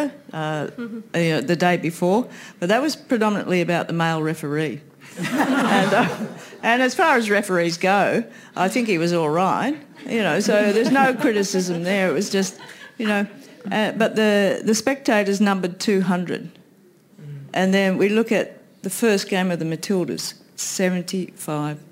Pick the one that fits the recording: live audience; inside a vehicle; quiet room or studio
live audience